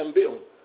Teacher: التقريب. التقريب، قربت النون من الباء · Term: مقلبه